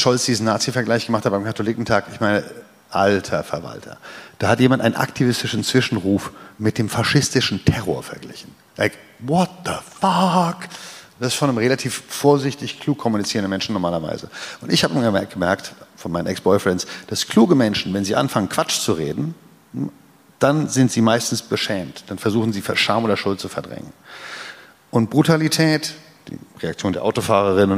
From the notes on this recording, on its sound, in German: Das Gespräch wurde im Rahmen der Reihe „Bündnisse Bilden“ am Berliner Ensemble aufgezeichnet.